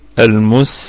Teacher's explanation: الميم هنا متحركة في أقل درجات الغنة، والسين ساكنة، فنراعي فيها صفة الهمس والرخاوة والصفير